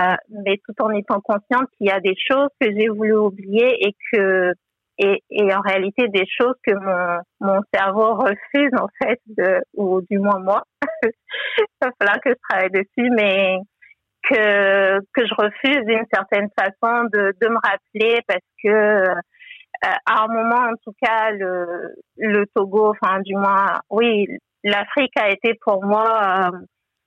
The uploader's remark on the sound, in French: S'agissant d'une conversation téléphonique, nous nous excusons d'avance de la qualité de l'audio.